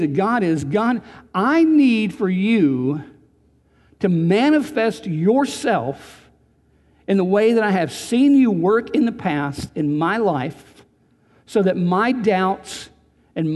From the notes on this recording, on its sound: Recorded on June 21, 2019 at Graceland Baptist Church in New Albany, Indiana.